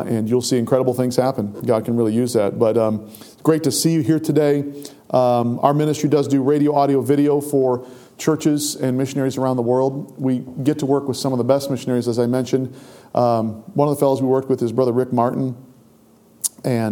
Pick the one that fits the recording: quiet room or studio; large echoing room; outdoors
large echoing room